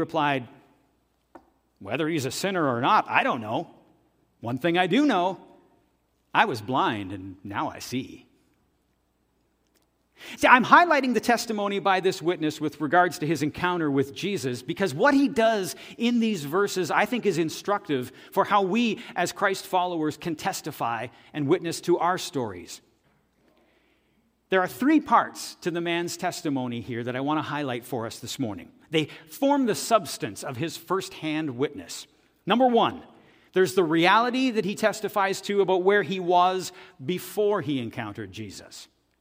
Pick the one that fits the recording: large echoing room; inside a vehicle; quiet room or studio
large echoing room